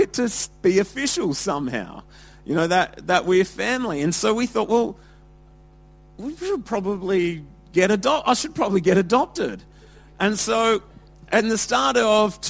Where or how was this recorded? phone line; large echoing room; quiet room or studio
large echoing room